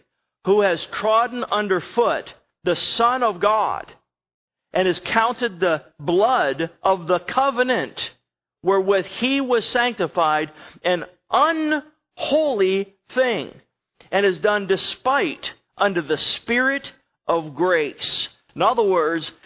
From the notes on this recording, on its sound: Sermon was recorded September 25, 2011 at Northside Baptist Church of Elkhart, Indiana